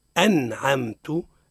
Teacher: أظهرنا النون الساكنة من غير غنة · Term: الإظهار